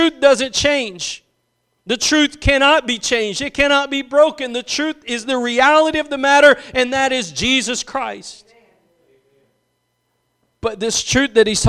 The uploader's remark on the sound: Preached at Gospel Lighthouse in Bossier City, La.